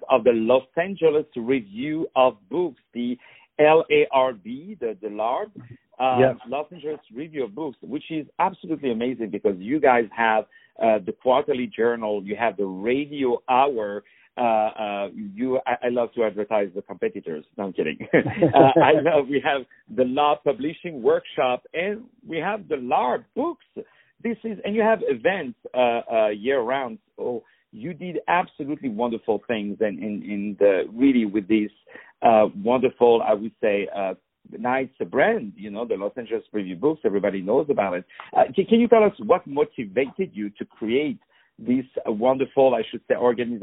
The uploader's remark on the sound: On the phone.